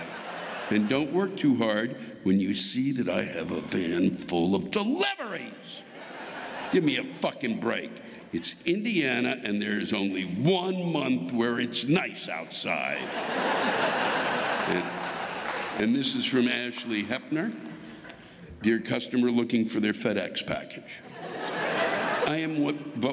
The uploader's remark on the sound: This week’s live rants come from the Embassy Theater in Fort Wayne, Indiana.